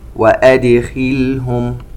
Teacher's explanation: عندنا الدال الساكنة نقلقلها